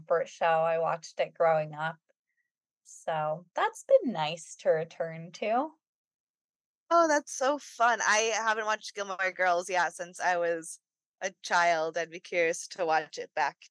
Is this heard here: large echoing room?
no